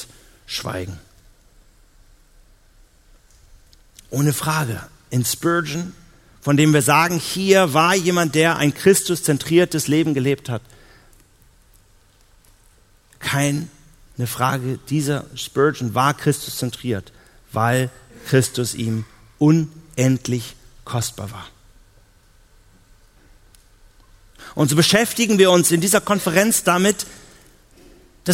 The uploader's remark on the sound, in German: auf der Evangelium21-Konferenz 2018 in Hamburg